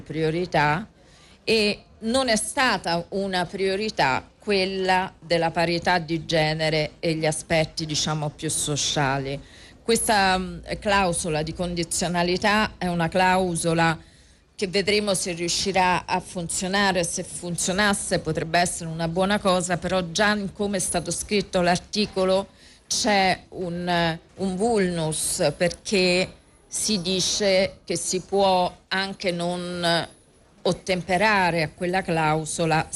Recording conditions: busy venue